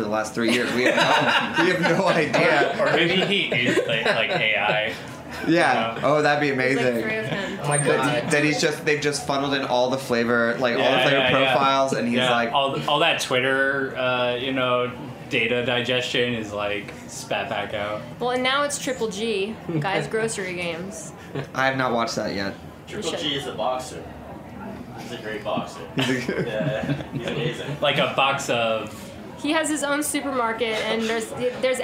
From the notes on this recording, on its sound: Snacky Tunes Live recorded at House of Vans Philadelphia. Snacky Tunes Live recorded at House of Vans Philadelphia.